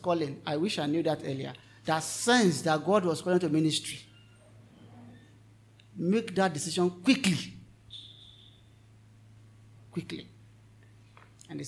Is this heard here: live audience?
yes